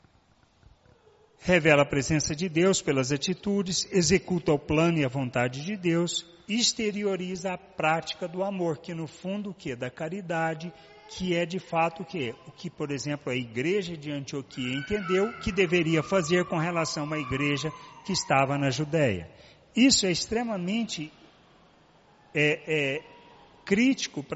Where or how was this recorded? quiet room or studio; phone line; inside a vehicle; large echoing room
large echoing room